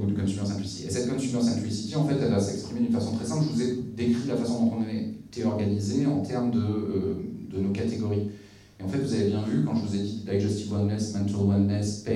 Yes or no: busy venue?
yes